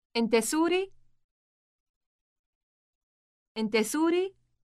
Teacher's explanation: To make this sentence a question, simply use a rising intonation.